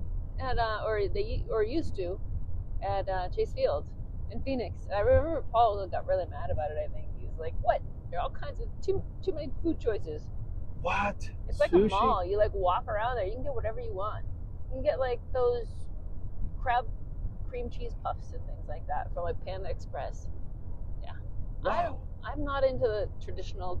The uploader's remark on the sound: This episode took place while driving from Ft. Collins CO to Omaha NE.